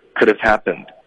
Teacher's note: 你可能听一个句子的时候，根本听不到有一个 h 的音